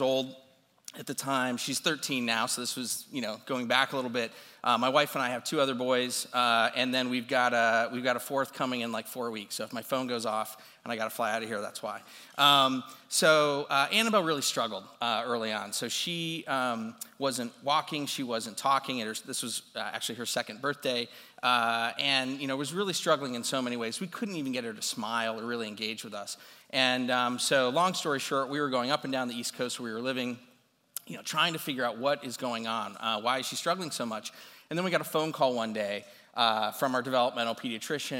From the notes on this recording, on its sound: This recording is from his talk at CMX Summit.